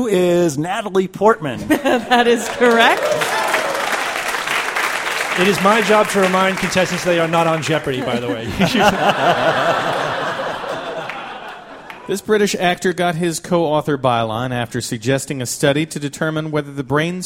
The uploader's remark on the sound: Live From The 2013 World Science Festival